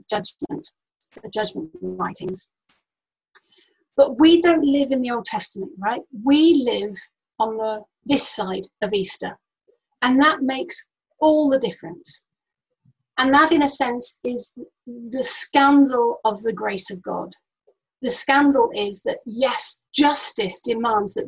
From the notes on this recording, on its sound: Note this has been recorded over Zoom and the audio quality isn't the best.